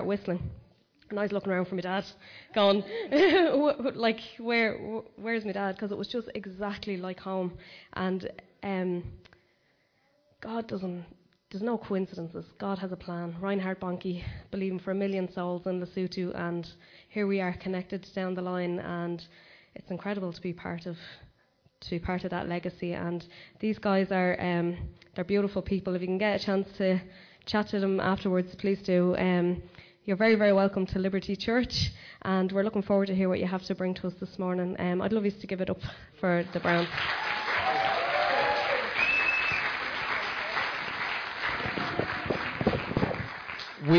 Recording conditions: large echoing room